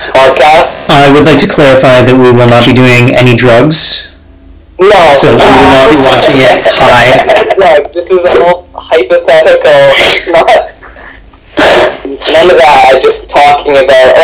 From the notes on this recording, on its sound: I'm pretty sure the sound quality sucks